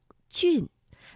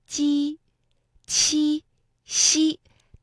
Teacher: 蚁呀，就住在那儿。哎，原来他做梦的时候啊，就梦到蚂蚁洞里去了。那这个南柯一梦啊，有时候啊，也是说人生如梦，哎，我们要追求一些实实在在的东西。你看这个有趣的成语啊，咱们日常生活中间啊，经常可以用。你总是会把一个事情想得特别特别的美好，后来结果呢，可不是这个样子，所以呢，也可以称之为南柯一梦。南柯一梦的故事，我们听到这里啊，在主人公的梦里有一个地名叫做南柯郡。那这个字是什么意思？声母又是什么呢？郡呢，在古代，这是地方行政区划单位，而它的声母是鸡。这个鸡的发音方法呀，是舌尖要下垂，要抵住我们的下齿内侧，舌面前部要抬起，靠近上颚前部，而舌面呢和硬腭之间要形成窄缝，气流呢就从这个窄缝当中通过，产生摩擦声。双唇要微微张开，略呈扁平状，嘴角呢要稍微的向两侧拉开，声带不振动。那声母是鸡呀，它发音是有一定的共性的，比如说像俊，那另外呢，还有我们生活当中，比如说像鸡、七、西，读音呢都有相似的地方。萃取文词意蕴，感悟智慧哲思。